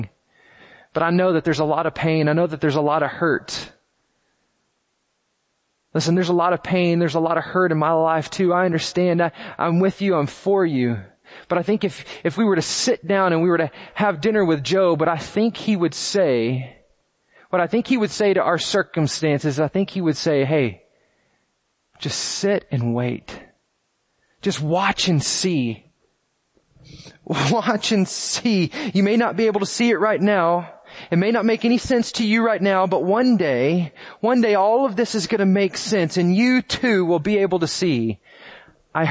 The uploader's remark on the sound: First Baptist Church Belton Texas Sunday Morning Sermon